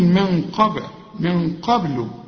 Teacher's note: هنا بعدها قاف، القاف من حروف الإخفاء، هنا بيحصل غنة وبنخفي من قبل، لكن الغنة هنا مفخمة علشان القاف مفخمة